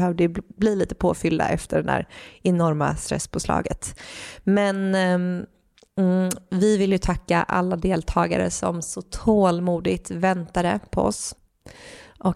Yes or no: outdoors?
no